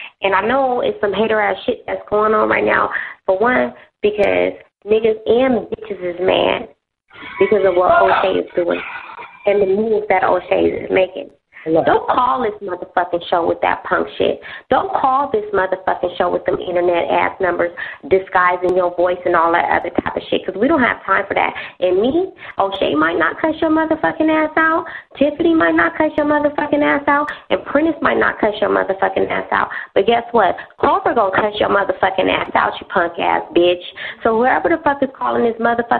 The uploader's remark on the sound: …'s Personal Prank Phone Calls Collection.